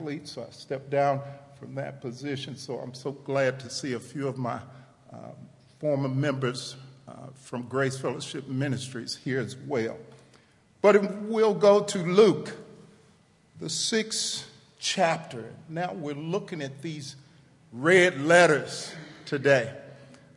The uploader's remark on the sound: TR campus. Recorded live on 11/18/18 at The Fellowship at Two Rivers.